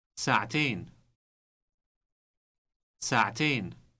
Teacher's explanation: Note the T sound inserted before the final syllable ain. This is because this word is feminine.